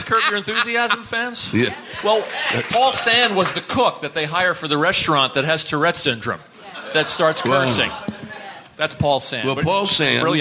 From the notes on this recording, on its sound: A memorable LIVE interview. Recorded at the late, great Caroline's Comedy Club.